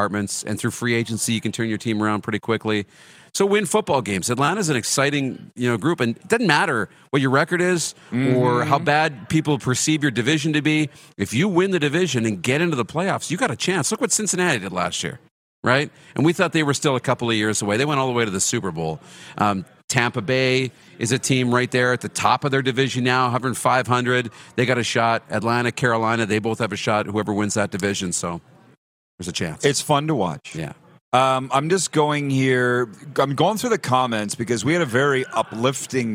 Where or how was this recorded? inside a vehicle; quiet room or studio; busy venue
busy venue